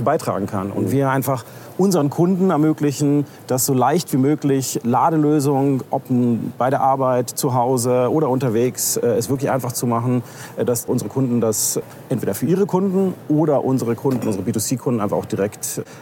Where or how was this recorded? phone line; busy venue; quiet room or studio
busy venue